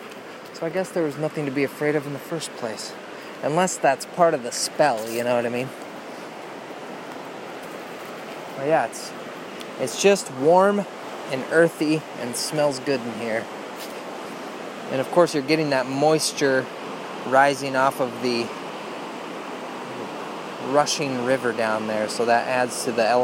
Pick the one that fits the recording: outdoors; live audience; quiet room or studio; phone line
outdoors